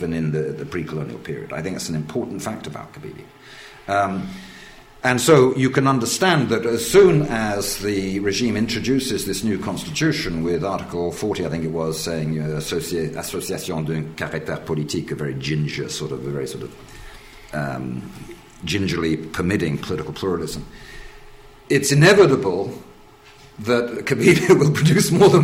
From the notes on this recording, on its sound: In this lecture and book launch